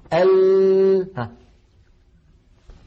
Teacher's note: الهواء الخارج من الداخل يصطدم بمقدمة اللسان التي قد انقفلت تماما، فيضطر الصوت أن ينحرف يمنة ويسرى ليتابع طريقه إلى الخارج. · Term: صفة الانحراف